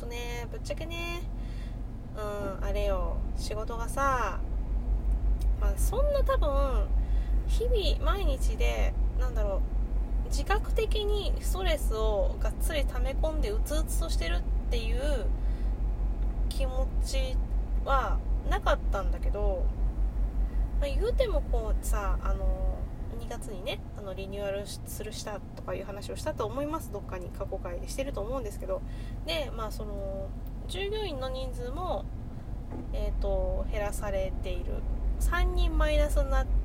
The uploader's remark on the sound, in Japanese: 運転中に収録しているので雑音多目。